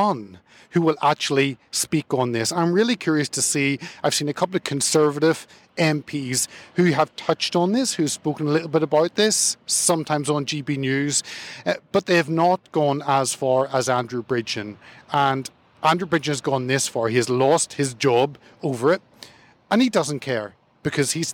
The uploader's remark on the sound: his message afterwards to the supporters gathered outside in Parliament Square